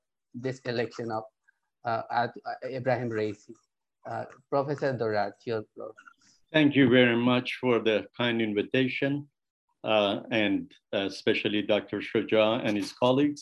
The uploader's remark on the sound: This public talk was conducted online via Zoom